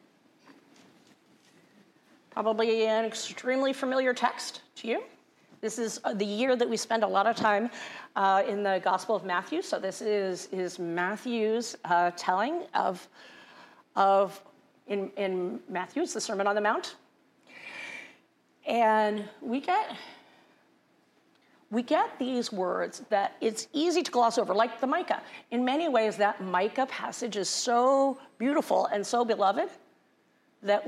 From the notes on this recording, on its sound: Resurrection Lutheran Church - Sunday Service. Juneau Live!